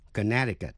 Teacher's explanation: Tuy không phát rõ, nhưng lưỡi đặt vào cuối mềm ở vị trí âm k, connection. Nhưng tên tiểu bang Connecticut, âm C trong âm tiết N-E-C, câm, không đọc.